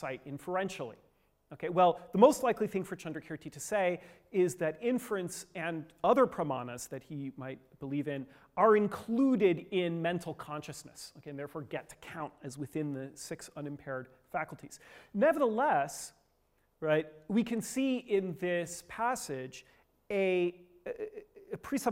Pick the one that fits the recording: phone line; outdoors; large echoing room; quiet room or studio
large echoing room